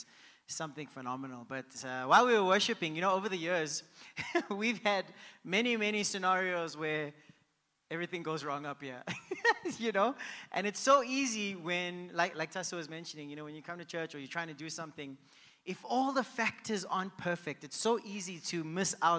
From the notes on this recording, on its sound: Host a round table discussion to consolidate the sermons in this series and take questions and comments from the live audience.